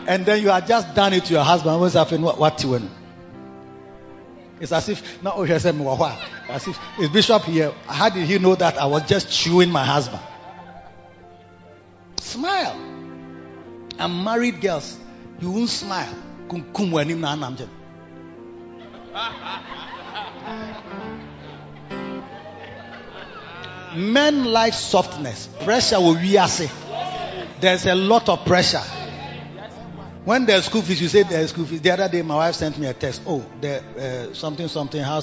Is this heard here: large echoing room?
yes